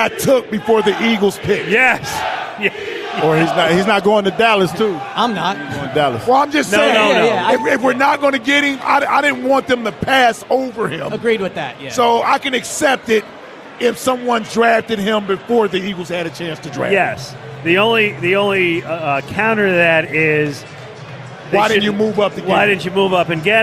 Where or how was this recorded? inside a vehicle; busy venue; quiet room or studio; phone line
busy venue